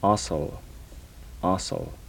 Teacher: These are the alveolar fricatives.